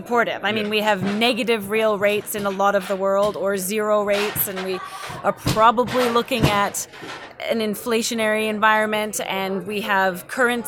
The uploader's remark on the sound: At the Bar in Dawson City. Forgive the semi-frequent background noise, which is a result of recording live "at the bar." The audio has been thoroughly scrubbed, but some of the more persistent background racket has persevered.